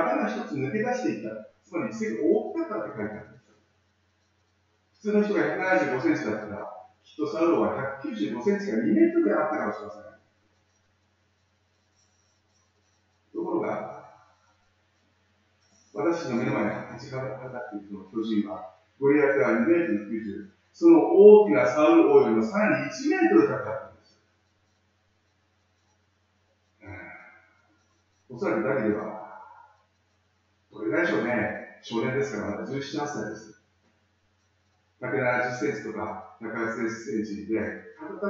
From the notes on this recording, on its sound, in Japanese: 町田純福音教会礼拝メッセージ。今回の礼拝は、機材トラブルにより音質がかなり悪くなっています。